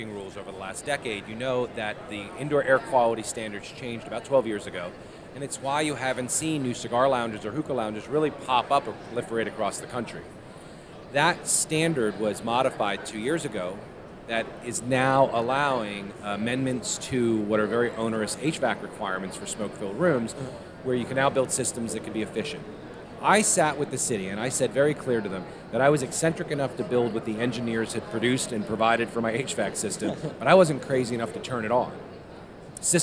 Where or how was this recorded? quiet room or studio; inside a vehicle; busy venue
busy venue